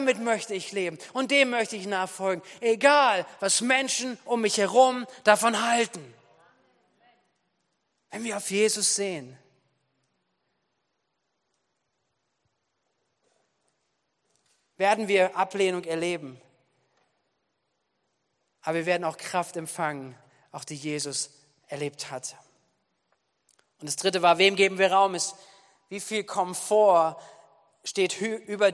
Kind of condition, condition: setting, large echoing room